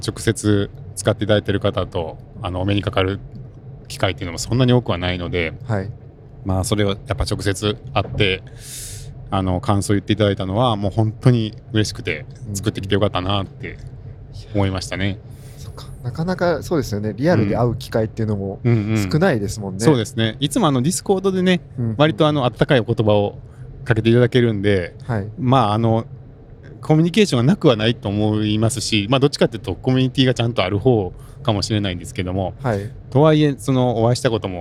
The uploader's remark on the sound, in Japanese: オフ会の感想を、帰りの車の中で収録しました。